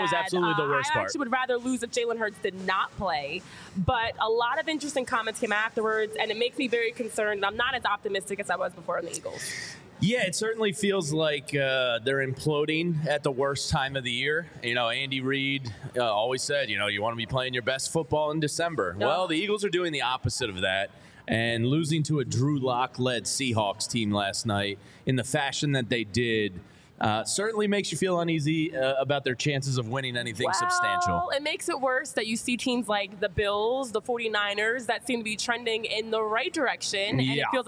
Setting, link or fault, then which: setting, busy venue